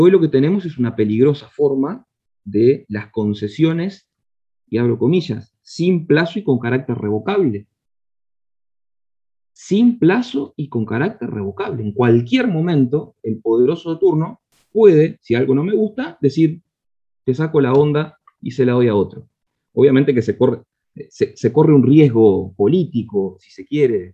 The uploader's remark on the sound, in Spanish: Mesa Redonda Virtual